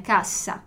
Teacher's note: o som do S de cassa, quando tem dois S, ele é um som mais demoradinho ali também